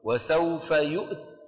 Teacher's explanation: بدك تسكن الهمزة وتجيب التاء شديدة وتهمسها، وسوف يؤت، فنصيحتي لا توقف عليها.